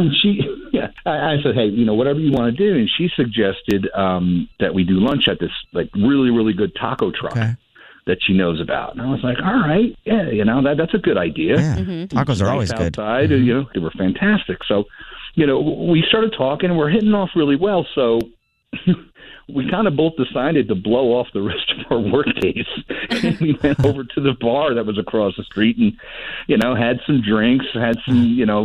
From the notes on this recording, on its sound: When his date gets on the phone, it's a different story, and chaos ensues!